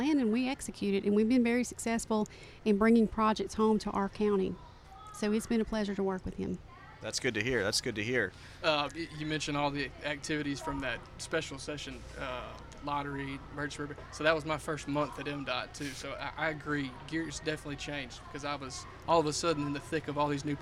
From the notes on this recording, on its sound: Joined The Extra Mile podcast on location at the Neshoba County Fair. Soundbite from Neshoba County Fair speech.